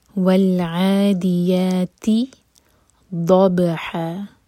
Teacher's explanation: ضاد کے لیے زبان کا سائڈ یوز کریں گے، منہ بھر کر پڑھیں گے. ضب با پر قلقلہ اور ہا پر ہے فتح کی تنوین، یہاں رکیں گے تو دو حرکہ کھینچ کر رکیں گے.